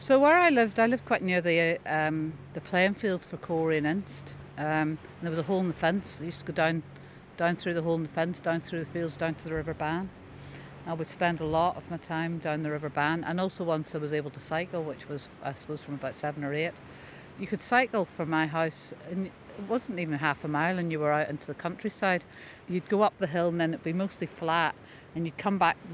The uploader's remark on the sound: I visit an old burial ground at Aughadown, by the Ilen river outside Skibbereen in West Cork